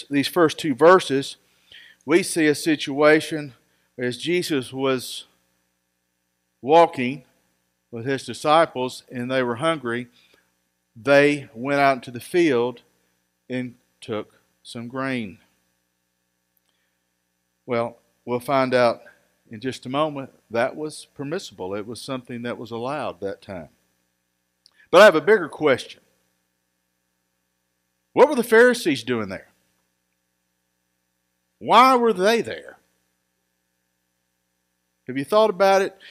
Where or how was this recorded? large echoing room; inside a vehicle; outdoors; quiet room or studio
large echoing room